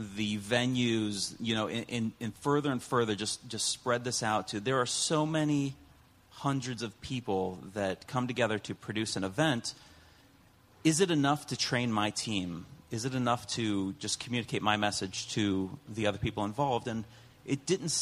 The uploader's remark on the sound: Recorded live at the 2019 Event Safety Summit.